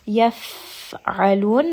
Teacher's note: Yaf'alun, fa here is going to have humps, meaning that there is going to be a little bit of air that's escaping as you say this letter. Yaf'alun, ayn is going to be from the middle of the throat. And then this is going to be a four-count mud.